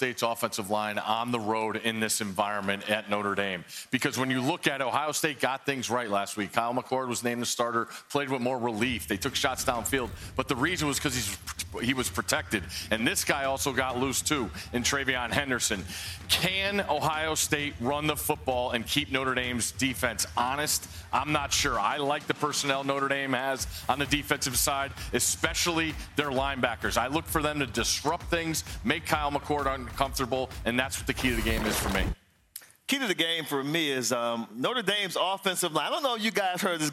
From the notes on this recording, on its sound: Live from Notre Dame as the fans anxiously await the the highly anticipated matchup between their Fighting Irish and the Ohio State Buckeyes.